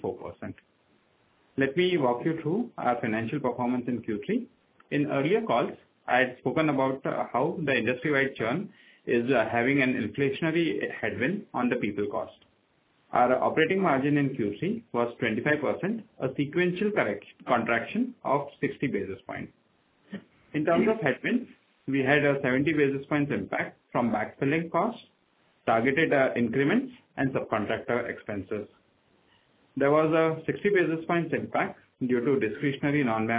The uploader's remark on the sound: Audio recording of results discussion/conference call